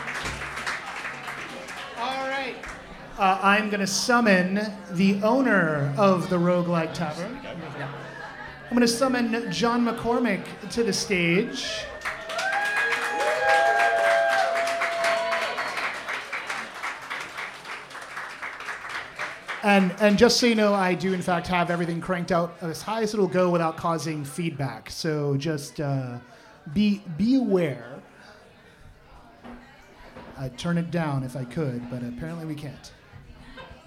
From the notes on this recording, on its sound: This episode was recorded LIVE at The Roguelike Tavern in Burbank. Special thanks to Black Ax Media for capturing video of the recording.